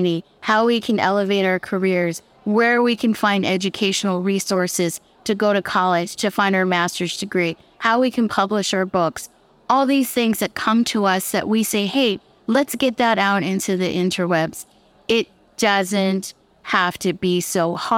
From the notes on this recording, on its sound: This show is part of a recording from the Dallas Podcast Movement Conference, August 2022.